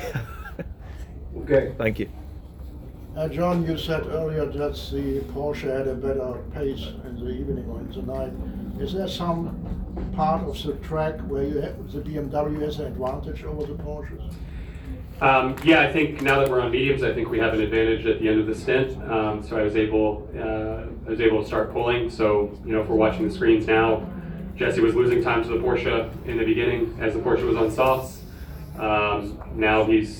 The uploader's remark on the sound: Live from Daytona